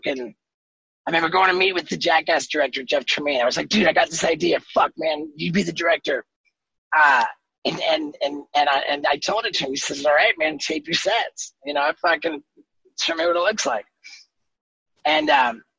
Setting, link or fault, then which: link, video call